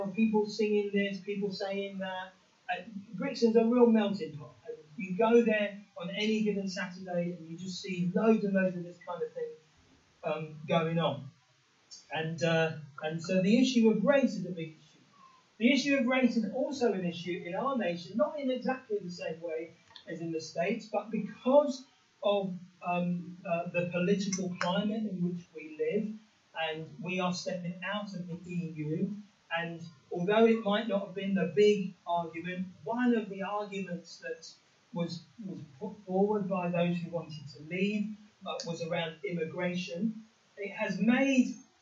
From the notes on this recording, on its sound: Apologies for the sound quality today, we have trouble recording.